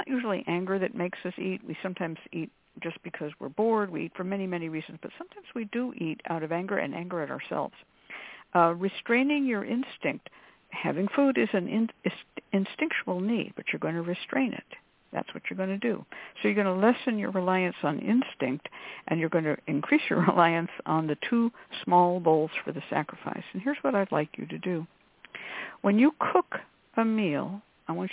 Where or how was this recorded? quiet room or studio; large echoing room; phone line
phone line